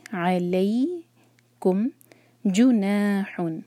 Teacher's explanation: لئی جو ہے مدلین، عین کو حلق سے نکالیں گے